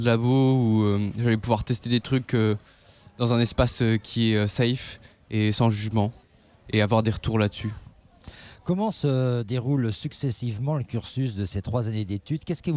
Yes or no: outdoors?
yes